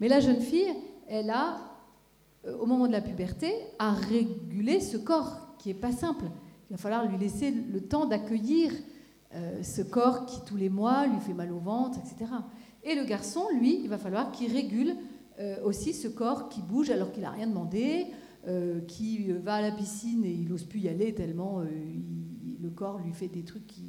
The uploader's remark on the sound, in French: Dans le cadre du Festival des familles en Gironde, une conférence était donnée le mardi 29 septembre 2015, à l'Athénée municipal de Bordeaux.